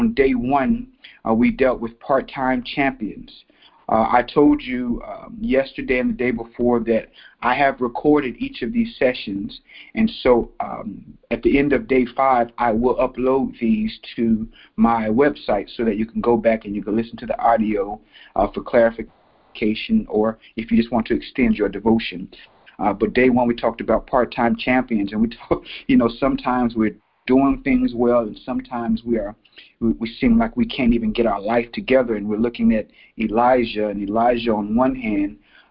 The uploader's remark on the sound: This 5-day teleconference devotional